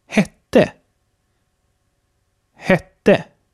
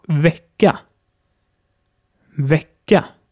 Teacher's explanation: das kurze E, also ä dass etwas offener gesprochen wird als das lange